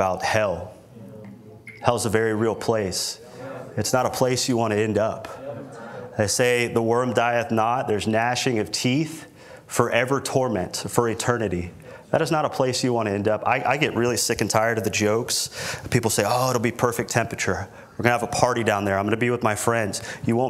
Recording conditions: large echoing room